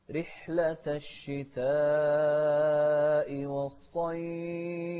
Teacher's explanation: شوف الصاد مفخمة ونمد الشتاء أربع حركات، رحلة الشتاء والصيف، ونوضح الفاء ونهمس فيها أيضا.